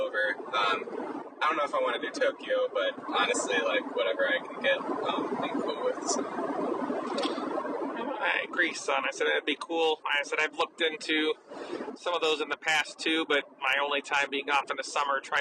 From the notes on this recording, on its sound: Recordings From Our Time Exploring Japan. Although the audio is far from great.